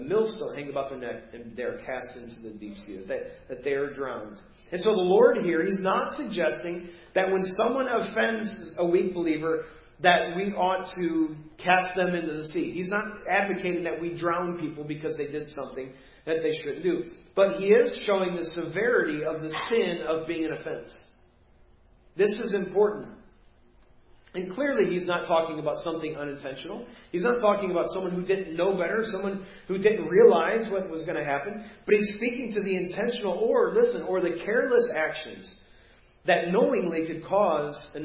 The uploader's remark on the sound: Preached at First Baptist Church of Hazel Park